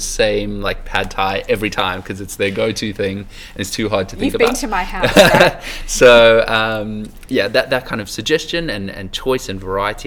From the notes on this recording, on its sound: Recorded at Online Retailer 2017 in Sydney